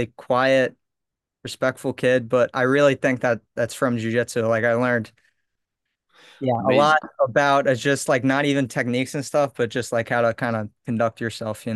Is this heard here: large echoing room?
no